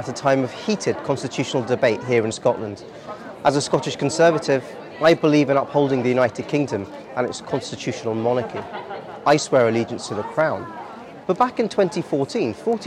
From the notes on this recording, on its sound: This podcast was recorded on Edinburgh's famous Royal Mile, where we spoke with many people.